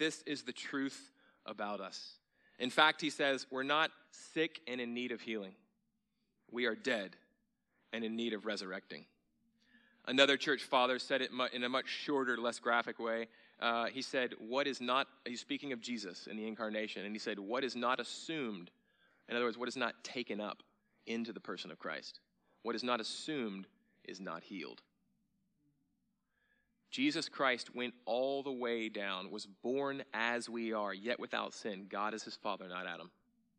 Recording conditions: large echoing room